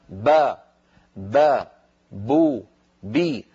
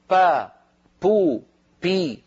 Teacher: فإن العرب تنطق الباء مجهورة · Shown in: first take